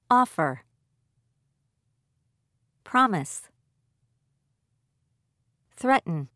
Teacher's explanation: Stress on first syllable